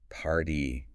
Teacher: Your lips press together, you build up air, and then release it with that characteristic puff.